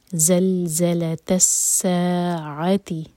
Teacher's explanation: عین آپ نے حلق سے ادا کرنا ہے